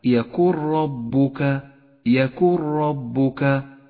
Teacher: تسقط النون من اللفظ لذلك هي رمادية اللون ويشدد الحرف الذي بعدها وهو الراء في هذا الموضع، يقرأ الإدغام بلا غنة بهذا الشكل ألم يكن ربك، ألم يكن ربك.